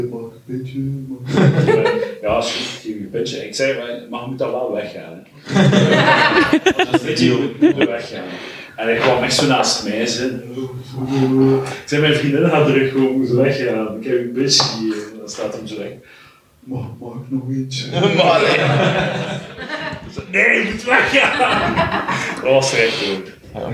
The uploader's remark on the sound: GF23 Live